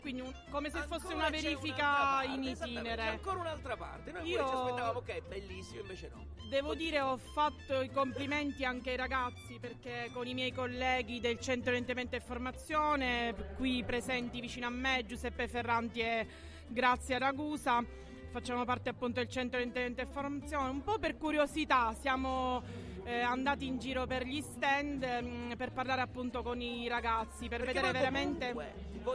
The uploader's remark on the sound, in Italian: Il secondo live dal Corso Umberto I di Caltanissetta